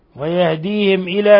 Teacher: ميم ساكنة جاء بعدها الهمزة إظهار شفوي